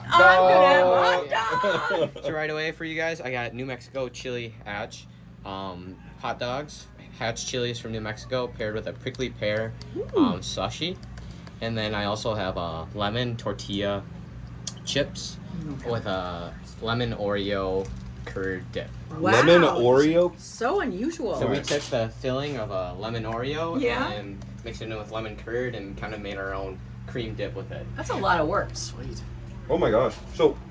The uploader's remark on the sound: Live from the MN State Fair! Say Too Much LIVE from the Minnesota State Fair!